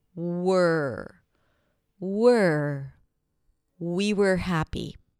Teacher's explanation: So you transition from the W to the R directly.